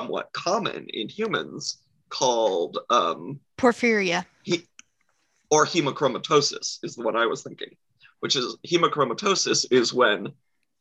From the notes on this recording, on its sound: This means we hop on a zoom on a Friday night with drinks in hand and vamp about different topics.